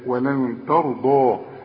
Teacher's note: الضاد هي المفخمة والراء كمان مفخمة